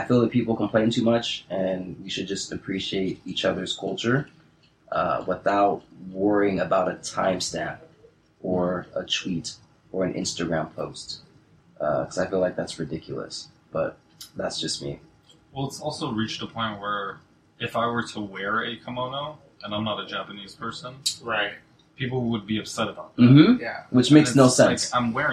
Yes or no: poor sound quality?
yes